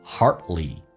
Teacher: Youwon't， oh 这个发音 T 不发音， You won't take A 饱满一点，先发 A 再发 EA， You take thingshardly， D 可以不发音，当 D 跟 L 在一起，鼻音稍微阻塞一下